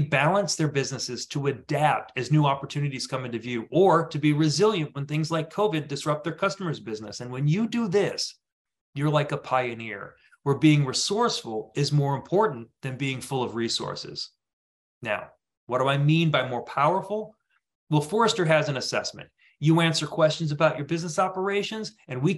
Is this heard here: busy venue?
no